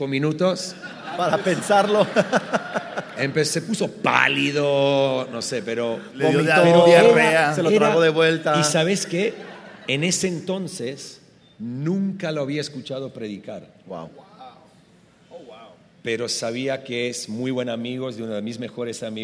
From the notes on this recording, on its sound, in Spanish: Esta conversación se grabo en vivo durante la conferencia efecto 2018.